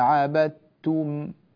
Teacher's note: عبدتم هنا الدال أدغمت في التاء، هذا يسمى إدغام متجانسين صغيرا، يعني الدال والتاء من جنس واحد، من مخرج، من نفس المخرج، ولذلك تدغم الدال في التاء.